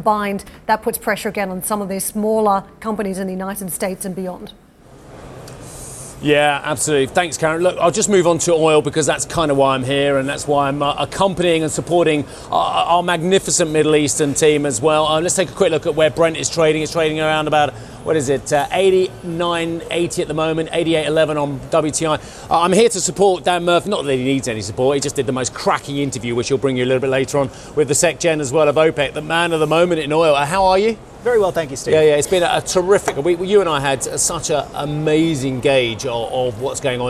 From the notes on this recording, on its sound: We are live at ADIPEC in Abu Dhabi